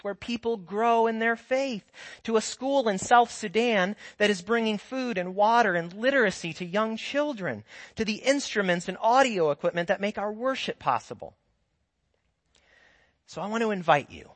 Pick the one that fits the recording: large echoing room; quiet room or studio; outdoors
large echoing room